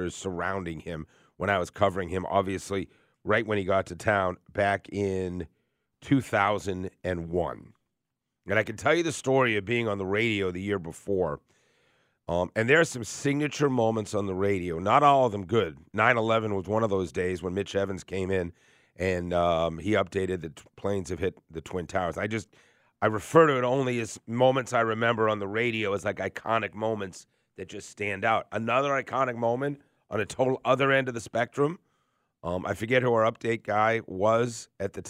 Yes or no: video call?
no